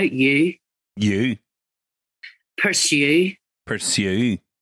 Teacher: So in a word like you in Northern Irish, you, it's not just a single syllable. It's more like a double you, or at least a dip in it.